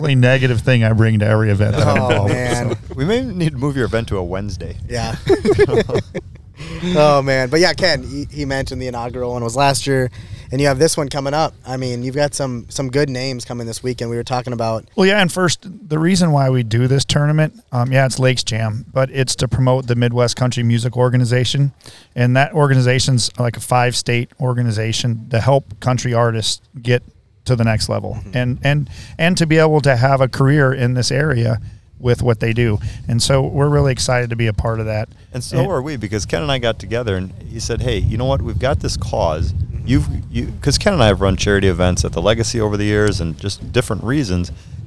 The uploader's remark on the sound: Back to back weeks recording at a golf course. Out at the Gravel Pit Golf and Event Center.